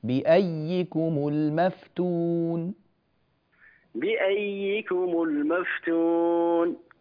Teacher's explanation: لا لا، هذه ياء واحدة. نعم كتبت ياءان لكن ننطق بواحدة مشددة